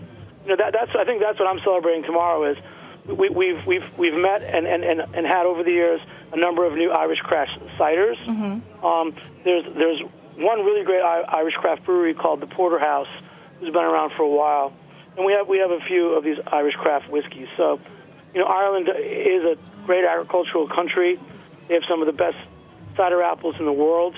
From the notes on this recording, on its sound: on the phone